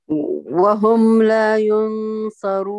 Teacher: اخفي النون يا غاليتي، فخمي الغنة وأتي بغنة كاملة